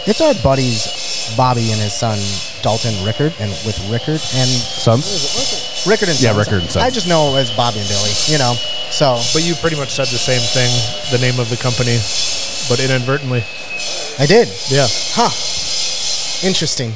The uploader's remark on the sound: The Listen Local crew stops by the BRAND NEW BLA Restaurant, Lakes Tavern ! As you'll hear in this episode, there is A LOT of background construction noise as this team is working day and night to get this place up and running ASAP. Lakes Tavern will be located at the old Timberjack building.